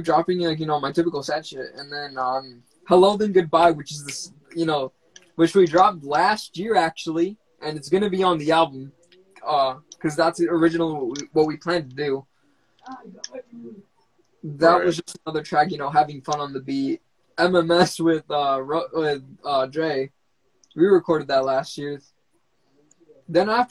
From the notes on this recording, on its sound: went on Instagram Live